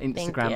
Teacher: the emphasis on the last syllable of Instagram